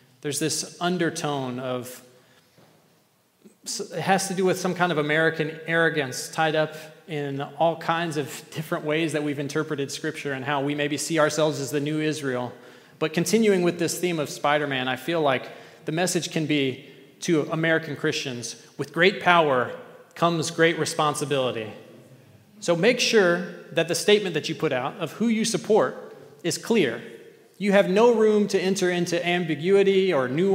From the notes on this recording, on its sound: at The Table worship gathering on Sunday, October 15th, 2023